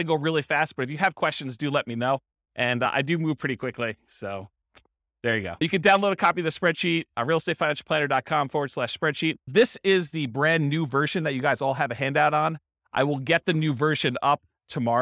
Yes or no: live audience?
yes